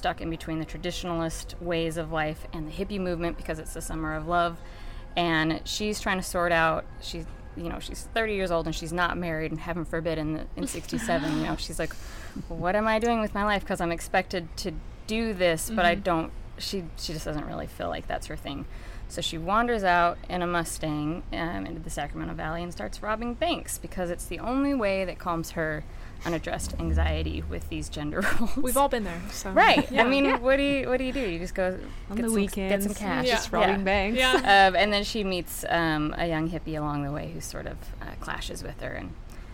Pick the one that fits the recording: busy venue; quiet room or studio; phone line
busy venue